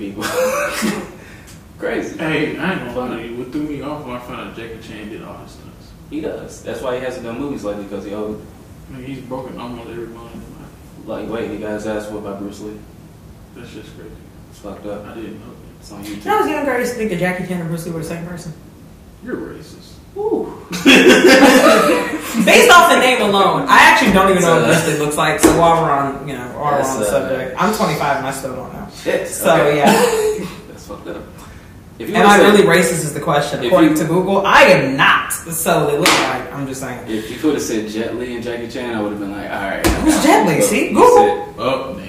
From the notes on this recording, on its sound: Sorry about the audio.